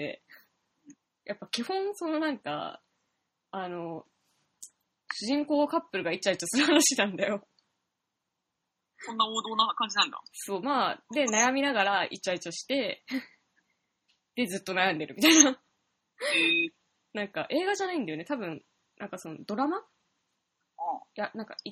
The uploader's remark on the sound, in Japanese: 今回輪をかけて聞き取りづらいです、スカイプ収録のため。僕の声量の問題かも！